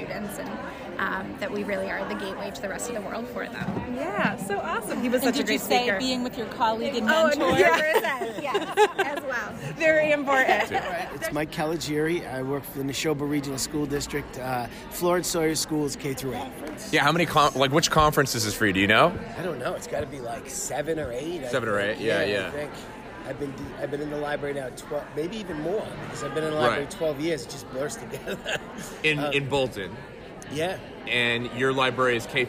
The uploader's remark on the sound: MSLA Conference '23. It was our organization’s first in-person conference in four years. Captured a few on-the-floor interviews during our time there.